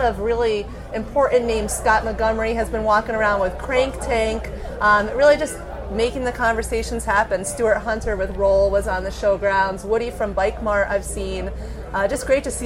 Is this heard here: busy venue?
yes